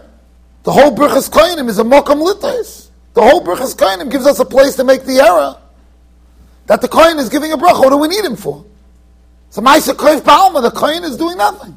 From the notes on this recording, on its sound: Shiur recorded in Yeshivas Ohr Reuven, Monsey NY.